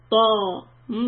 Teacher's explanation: Back of the tongue up, middle part of the tongue a little dipped. Okay, it's not طوا، it's طا.